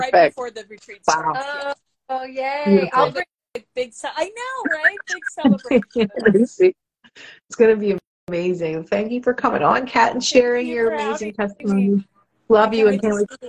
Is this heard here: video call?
yes